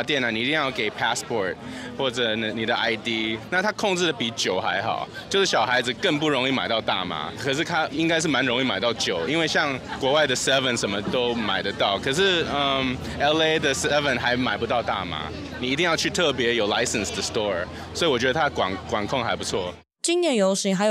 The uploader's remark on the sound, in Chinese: 2023 年 4 月 16 日是台灣的大麻遊行：綠色浪潮！鬼島之音在現場擺攤共襄盛舉，《大麻煩不煩》節目製作組還進行了突擊街訪，蒐集了現場民眾對於台灣大麻合法化的真心話。今年的綠色浪潮是自舉辦以來，參與遊行人數最多的一次。鬼島之音的團隊也跟著隊伍從頭到尾走完了整趟遊行。